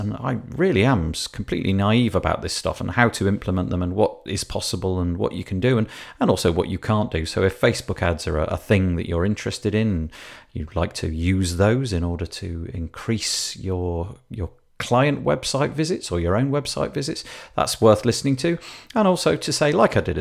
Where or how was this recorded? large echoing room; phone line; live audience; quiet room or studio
quiet room or studio